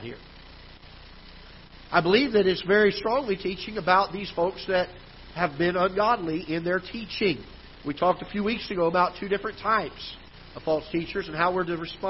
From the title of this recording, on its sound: Ketha Heights Baptist Church ~ Live Broadcast